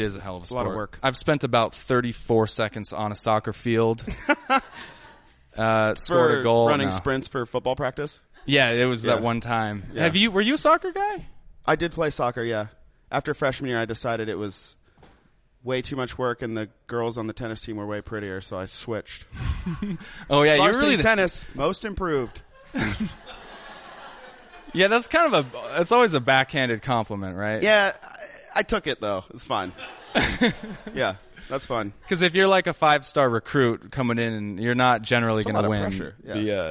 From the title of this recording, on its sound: Live at Brody Theater